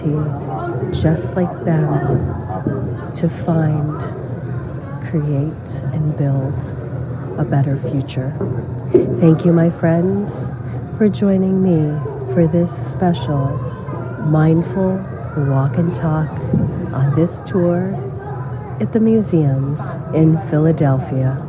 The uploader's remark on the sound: LIVE from the Museums of Philadelphia. At the Museums in Philadelphia, Pennsylvania, USA. This is a special on location Walk and Talk of our Mindfulness Summer Tour 2022.